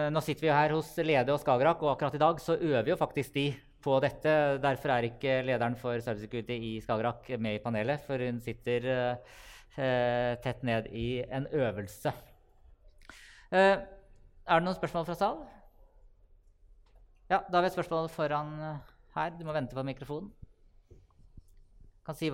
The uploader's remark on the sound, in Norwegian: Live podcast fra nettverkstreff hos Lede